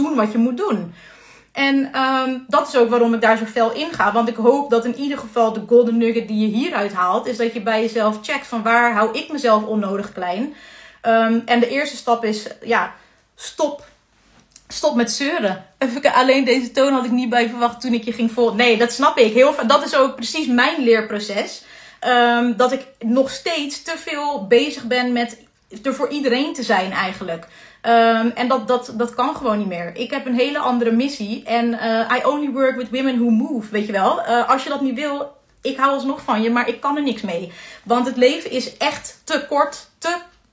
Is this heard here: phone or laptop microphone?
yes